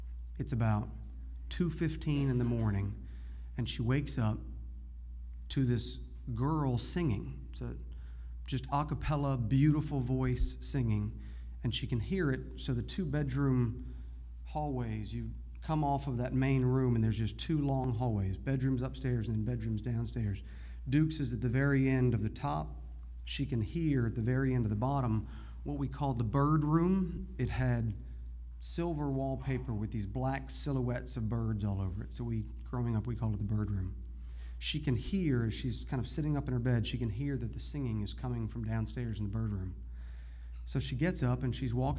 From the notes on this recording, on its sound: Shreveport, Louisiana - where the All Y'all podcast and live storytelling series is produced - is a small town in some ways. One told live, the other recorded later.